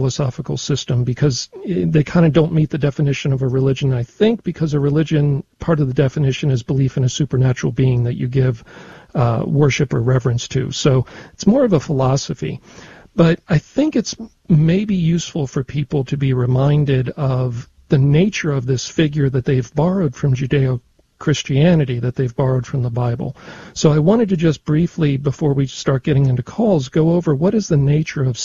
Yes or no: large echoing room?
no